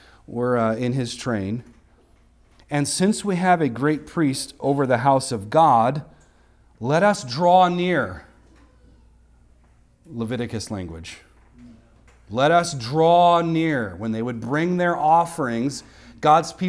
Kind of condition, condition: setting, large echoing room